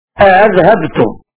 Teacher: فقرأ ابن كثير كلمة أذهبتم بالأحقاف بهمزتين على الاستفهام مع تسهيل الثانية